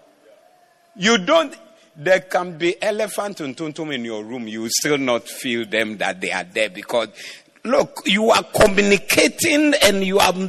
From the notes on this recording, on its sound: Preached at the Doxa Service